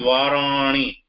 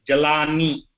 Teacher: the na is pronounced from the nasal but for the others it is coming in between the teeth